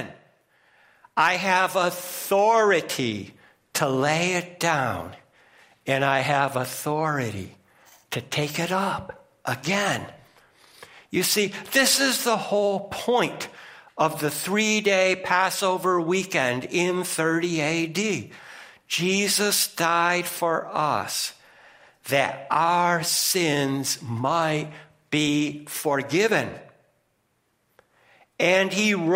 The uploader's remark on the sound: First Congregational Church of Clinton, MA -- Sermon